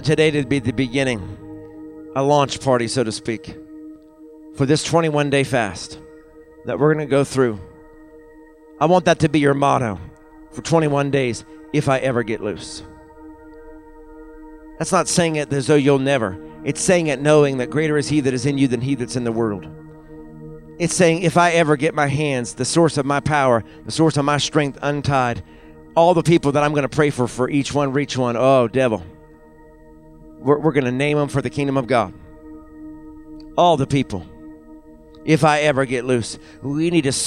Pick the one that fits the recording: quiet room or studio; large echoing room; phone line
large echoing room